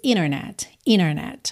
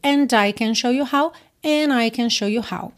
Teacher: Quando eu tenho N e D ou T encerrando uma palavra e depois um som de vogal na próxima palavra, eu posso, se quiser, omitir esse T ou D e ligar pelo N direto